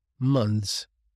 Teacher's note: They don't actually pronounce the TH.